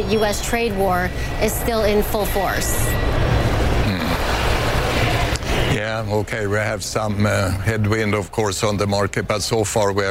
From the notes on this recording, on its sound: live from the New York Stock Exchange